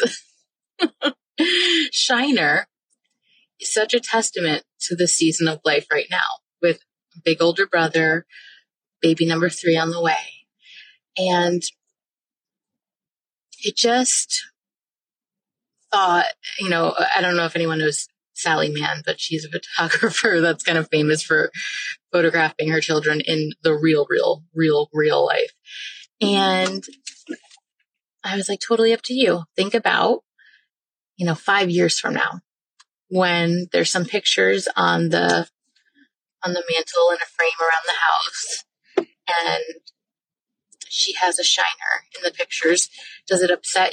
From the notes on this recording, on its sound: I was driving home and did something I've never done - recorded a podcast episode in the car.